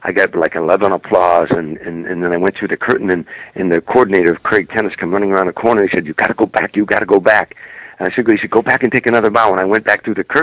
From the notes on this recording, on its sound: called into the (Let's Be Frank Show)